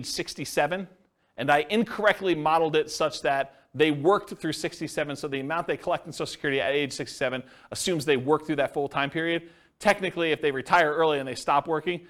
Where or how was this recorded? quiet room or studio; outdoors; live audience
live audience